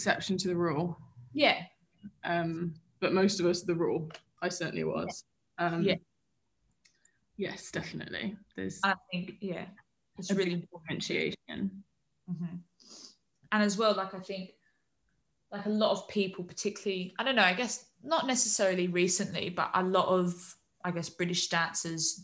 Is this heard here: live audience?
no